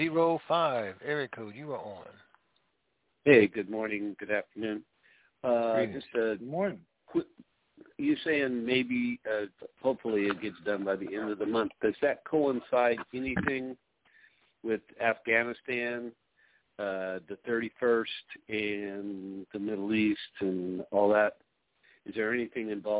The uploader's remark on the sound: TNTSuperfantastic Conference Call